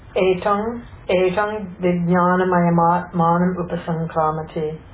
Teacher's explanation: That for the etam and vijnanam, because of the vowel, you'll have a nasalized anuswara there